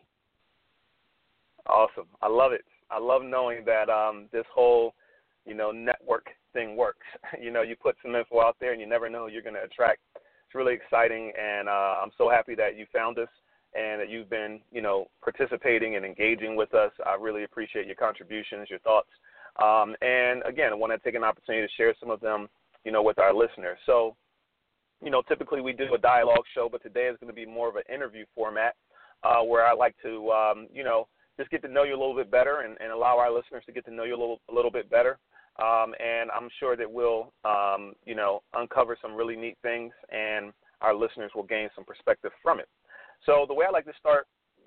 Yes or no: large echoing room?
no